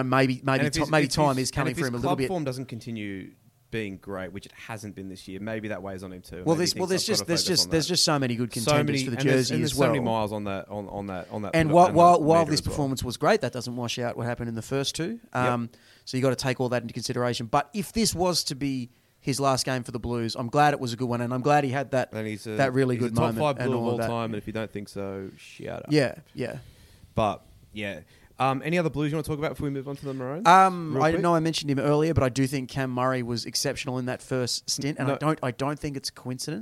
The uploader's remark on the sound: The boys are in the press box LIVE from Stadium Australia.